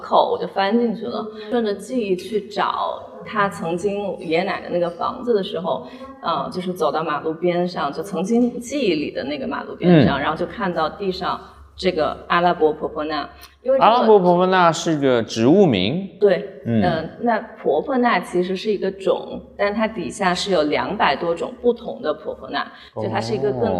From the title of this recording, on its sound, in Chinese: 艺术家群展「迷雾幻屿 Foggy Island」现场导览